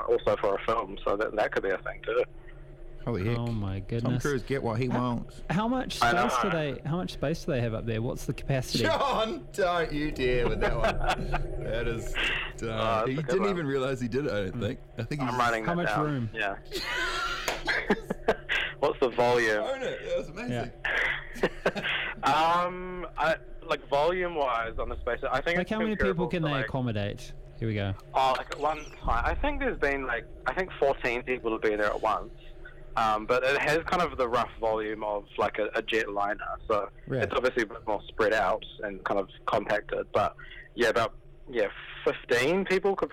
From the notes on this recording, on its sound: jumps on the phone to chat